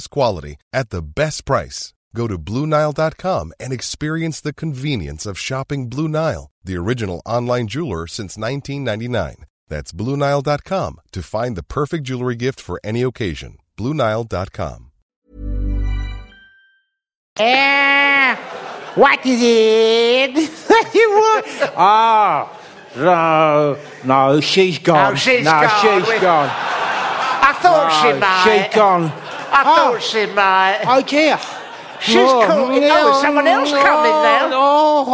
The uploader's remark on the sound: Except live, in person. Not a podcast recorded on dobly cassette tape, but actually there. Bumper four hour long live special.